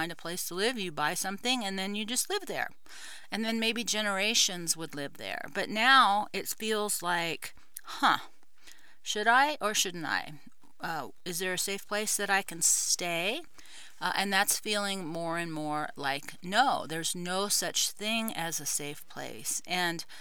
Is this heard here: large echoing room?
no